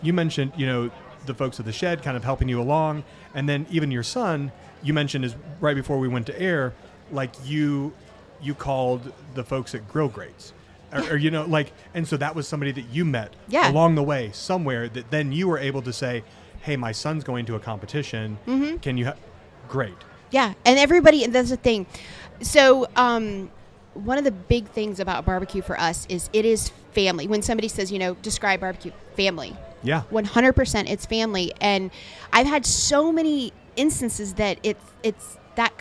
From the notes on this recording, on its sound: Live From The Jack Daniels BBQ Championship. At the Jack Daniel's World Championship BBQ Invitational.